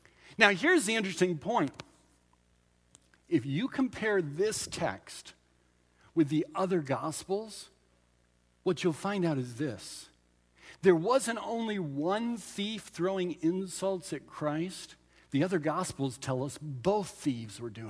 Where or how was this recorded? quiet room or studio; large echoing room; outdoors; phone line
large echoing room